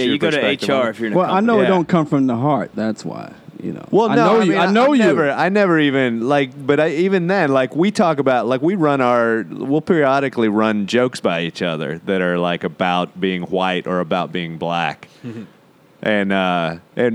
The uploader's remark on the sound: Recorded every Tuesday afternoon at the World Famous Comic Strip Live in Manhattan's Upper East Side.